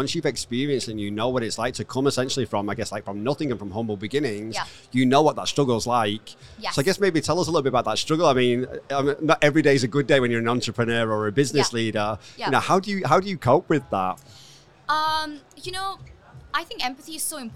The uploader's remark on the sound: Live from MEES. These episodes were recorded at the hugely successful Middle East Event Show.